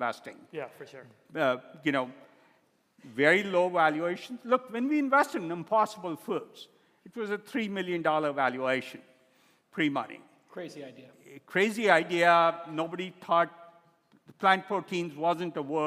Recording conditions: live audience